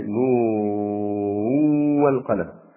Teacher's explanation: قوله تعالى نون والقلم وما يسطرون، نون بالسكون على الوقف، يعني بالسكون إذا وقفت نون، أما إذا وصلت فاختلف القراء، فمنهم من أدغم النون الثانية في هجائها في الواو